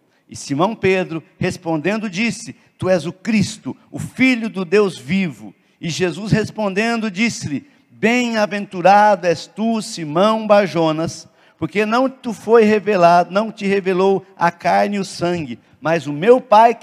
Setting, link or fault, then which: setting, large echoing room